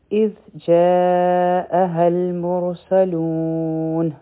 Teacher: په جیم باندې متصل مد دی او د دې مقدار څلور حرکا دی، او په المرسلون کې به را غټه وایو. په سین کې د سیټي آواز دی او په آخر کې بیا مد عارض لسکون دی.